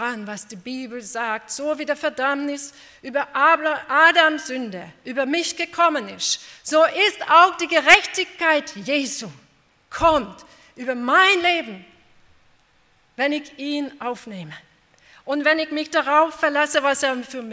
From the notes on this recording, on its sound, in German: Bei einer Veranstaltung der Liebenzeller Mission.